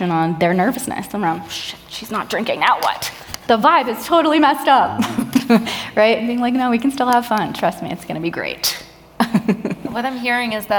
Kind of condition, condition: setting, live audience